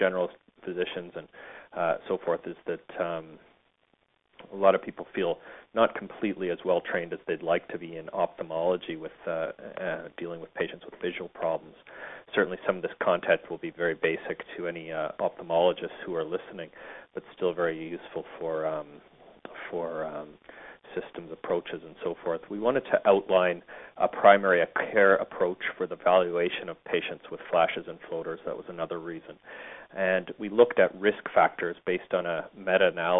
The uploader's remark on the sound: Author in the Room®Teleconference